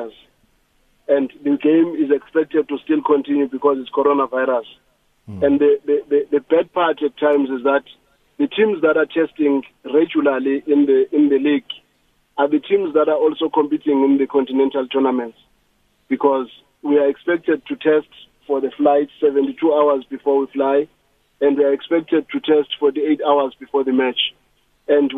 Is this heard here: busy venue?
no